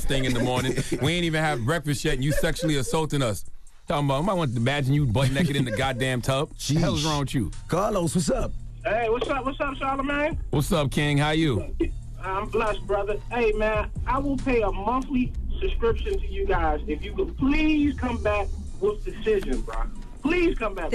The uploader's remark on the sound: we opened up the phone lines